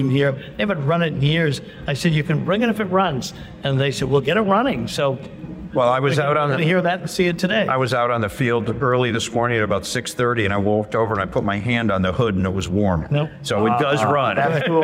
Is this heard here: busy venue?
yes